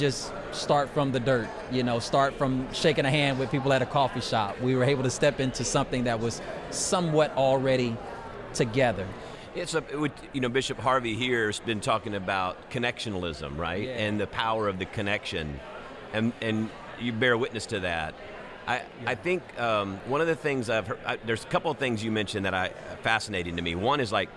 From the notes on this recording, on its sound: This week we are recording at the Texas Annual Conference and we are joined by 3 pastors who are planting new churches!